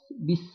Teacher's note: شايفين السين كده لازم يبقى فيها صفارة شوية كده · Term: صفة الرخاوة